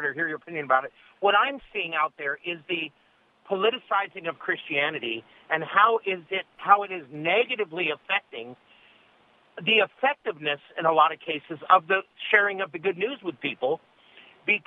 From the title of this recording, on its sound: Open Phone Friday